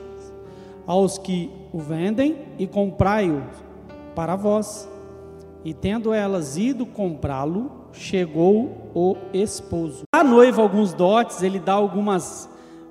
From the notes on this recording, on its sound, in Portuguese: Gravado ao vivo na igreja.